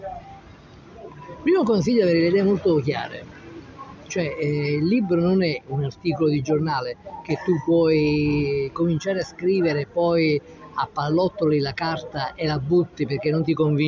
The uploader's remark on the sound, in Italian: Puntata speciale di Io Scrivo Self in diretta dal caffè 089 di Salerno.